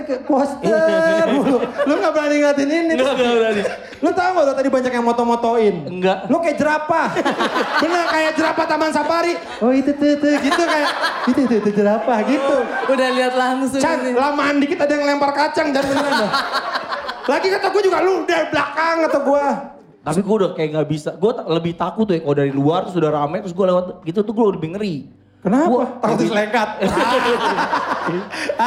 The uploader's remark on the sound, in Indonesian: Podcast Seminggu live Jakarta